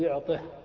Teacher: إذا أردت أن تبين الكسر الذي على الطاء تقول يعطه، تريدها السكت لا تريد الضمير · Term: هاء السكت